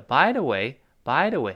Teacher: 那个 the 一带而过了啊